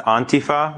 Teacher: The emphasis is on the first syllable, and it's pronounced more on than and, so Antifa is commonly mispronounced.